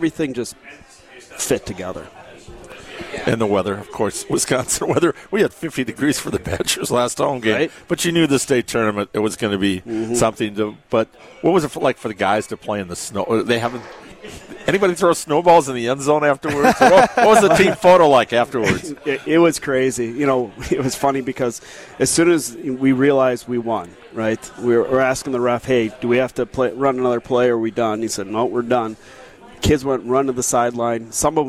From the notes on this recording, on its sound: LIVE from Ruth's Chris in Middleton